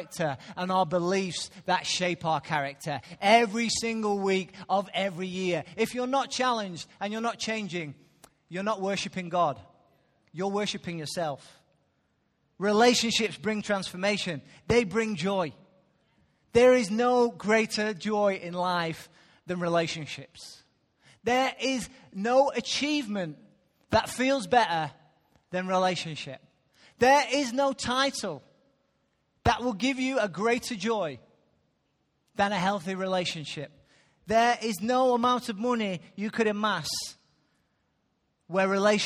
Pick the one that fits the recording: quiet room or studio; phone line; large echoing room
large echoing room